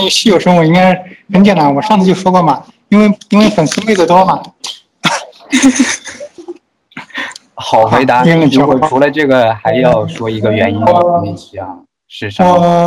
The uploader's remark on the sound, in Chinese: 武汉 STO2.0 活动中有幸采访了参与活动的星际迷航粉们，这是采访录音。由于有一次录音事故，前 7 分钟的录音丢失，抱歉。音质欠佳，抱歉。